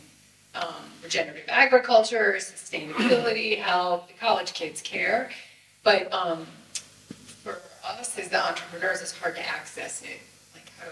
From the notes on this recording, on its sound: a panel conversation that took place at the FoodNiche Summit NYC